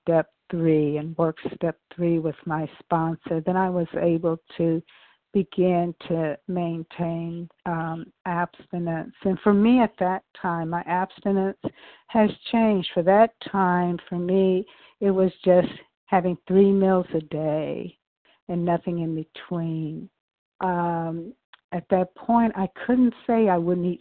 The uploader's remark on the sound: from the 100 Pounders Phone Meeting on 12/11/20